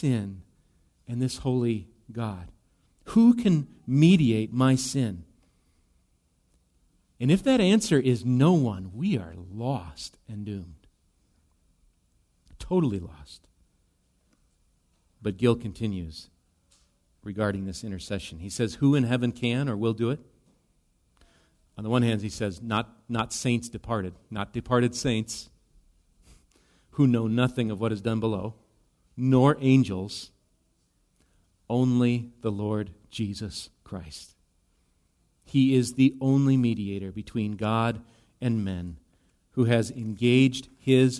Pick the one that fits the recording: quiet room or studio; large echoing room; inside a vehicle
large echoing room